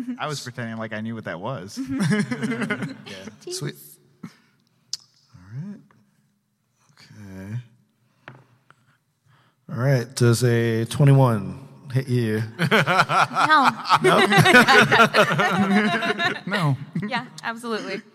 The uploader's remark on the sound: LIVE From PAX East